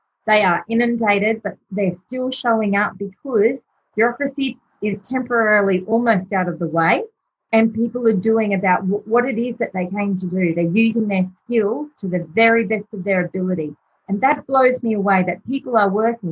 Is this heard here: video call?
yes